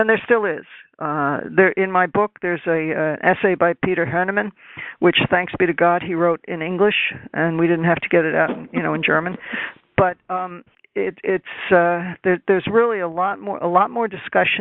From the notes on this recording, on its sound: This teleconference